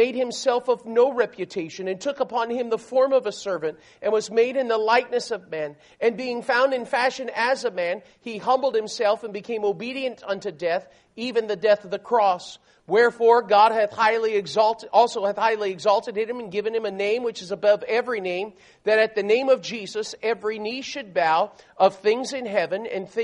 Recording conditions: large echoing room